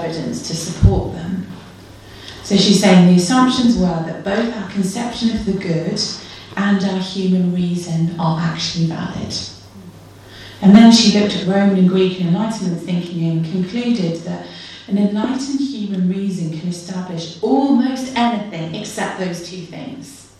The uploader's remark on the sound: delivered at the 2nd Veritas Research Symposium, Gimlekollen College, NLA University, October 2019.